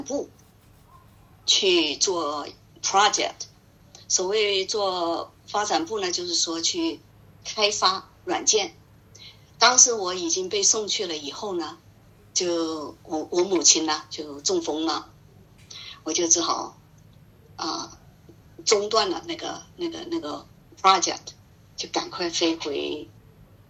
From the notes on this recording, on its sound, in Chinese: 因为分两次对话，录音质量有差别且有损耗